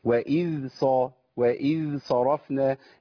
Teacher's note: مخرج الذال اللي هو طرف اللسان مع طرف الثنايا العليا · Term: رخاوه الذال